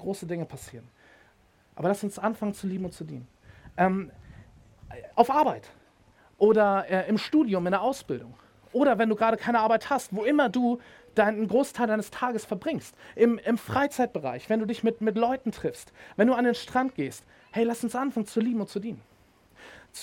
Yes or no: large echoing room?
yes